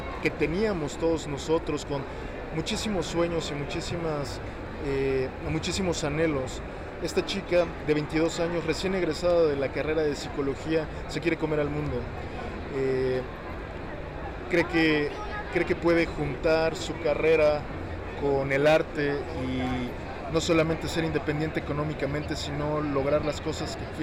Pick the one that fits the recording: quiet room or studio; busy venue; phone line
busy venue